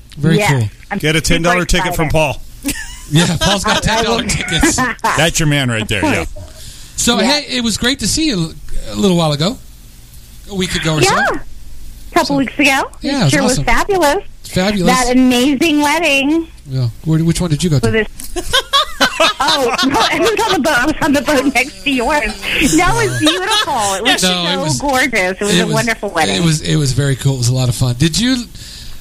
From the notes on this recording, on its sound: Cast members and old friends call in for a fun free-for-all show!